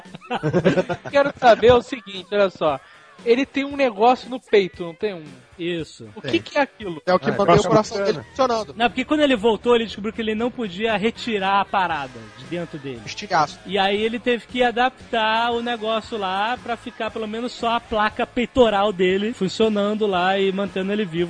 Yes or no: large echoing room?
no